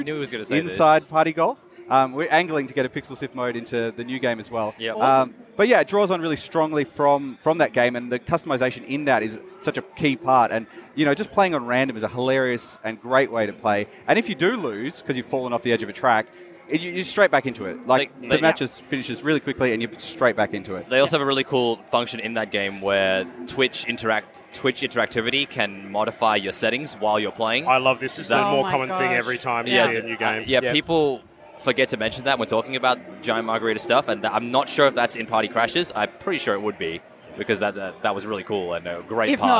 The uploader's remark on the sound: A collaborative episode recorded live on the PAX Australia convention floor.